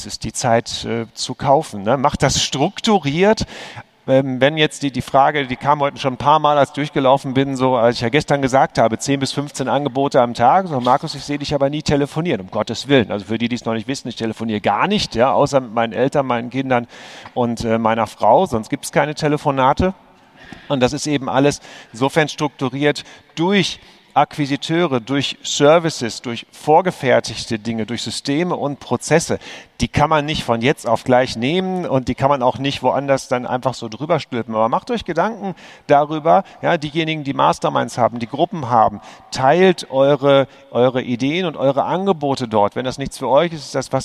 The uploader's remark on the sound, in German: live vom immocation Festival